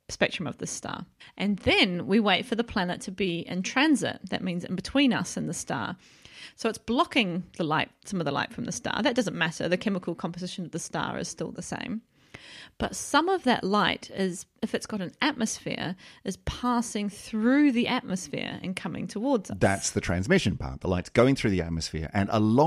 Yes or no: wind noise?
no